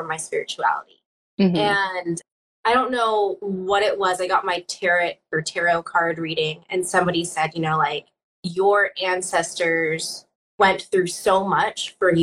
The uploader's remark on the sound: Instagram Live Interview